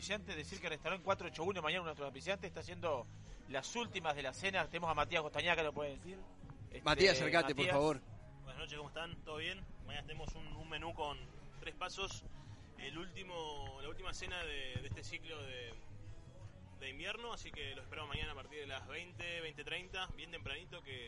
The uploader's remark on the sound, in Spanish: Edición especial, saldremos en vivo desde el restaurante Imarangatú.